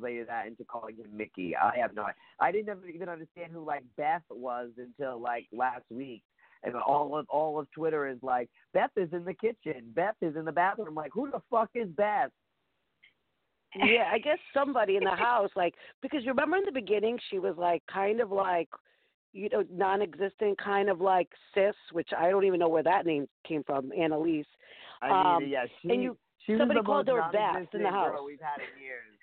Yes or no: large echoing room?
no